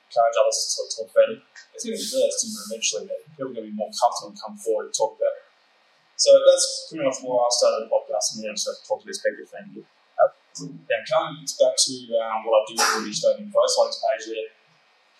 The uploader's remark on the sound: My Cardwell UFO Festival Presentation. We had an absolute great time in the beautiful town of Cardwell. The audio quality isnt that great due to a lot of background noise and the audio equipment we had at the time.